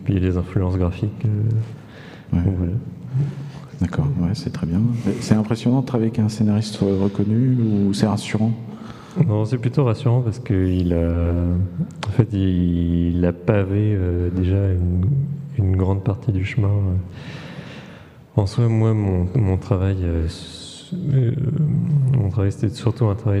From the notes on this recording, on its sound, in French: Festival A Tours de Bulles 2021. Retrouvez les interviews réalisées par l’équipe bénévole d‘A Tours de Bulles sur le plateau radio en direct du festival !